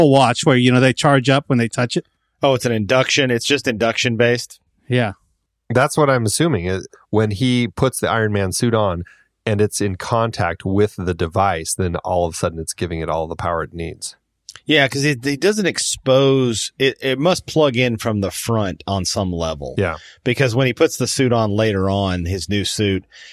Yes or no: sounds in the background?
no